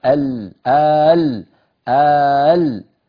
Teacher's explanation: حرف مد بعده سكون أصلي، هو سكون اللام · Term: المد اللازم الكلمي المخفف